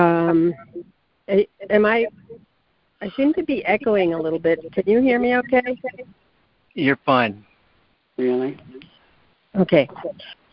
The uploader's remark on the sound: ACIM Daily Conference Call.